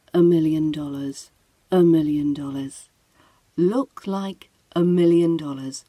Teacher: Remember, when we're using the A in looks like a million dollars, when we're using this as the complete phrase, we're using the schwa sound instead of the A.